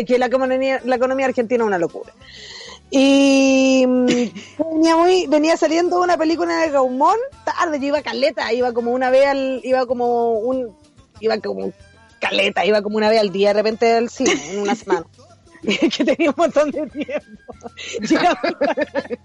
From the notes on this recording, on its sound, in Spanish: En vivo desde la montaña. Pero no logramos comunicarmos.